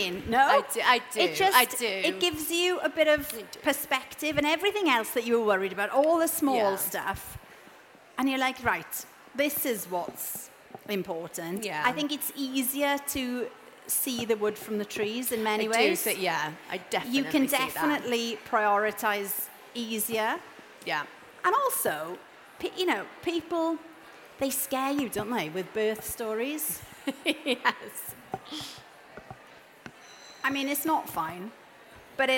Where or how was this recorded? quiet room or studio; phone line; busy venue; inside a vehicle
busy venue